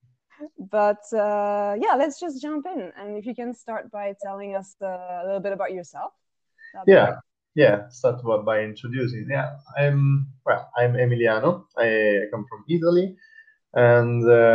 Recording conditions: poor sound quality